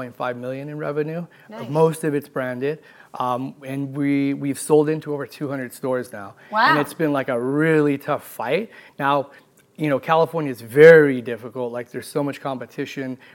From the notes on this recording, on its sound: Live from MJBizCon 2023 in Las Vegas